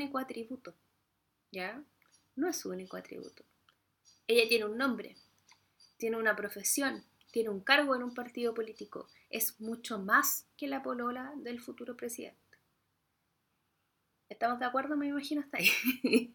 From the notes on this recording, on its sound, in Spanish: perdón por el audio, estoy aprendiendo todavía